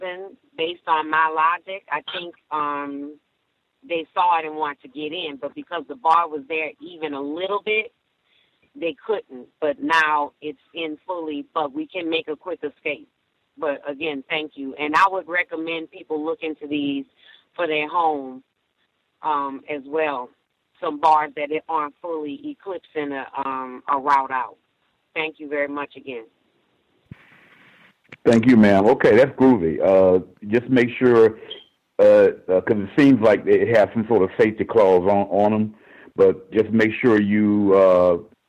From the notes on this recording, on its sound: The C.O.W.S. Compensatory Call-In. We encourage non-white listeners to dial.